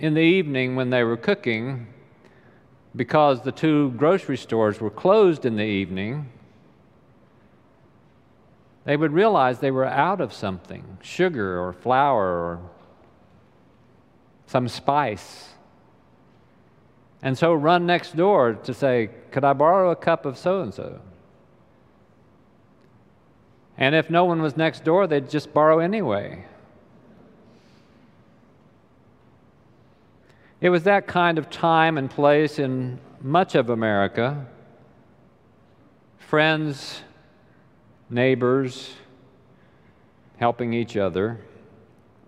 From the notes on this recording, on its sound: Recorded live during the Sunday worship service.